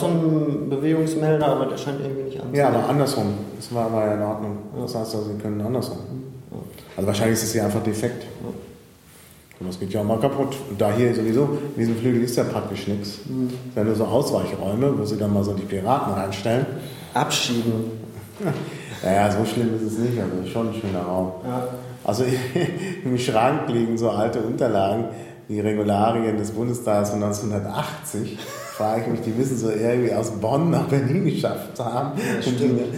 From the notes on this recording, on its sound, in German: Impressionen aus dem Reichstag. Da die Aufnahme im provisorischen Piratenbüro im Reichstag stattfand, klingt die Aufnahme wie aus einer Kirche.